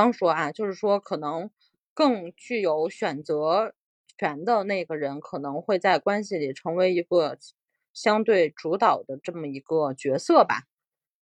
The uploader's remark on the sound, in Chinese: 也是第一次远程录音。有一些不稳定的连线问题和喷麦爆音，我修了一下但是好转有限。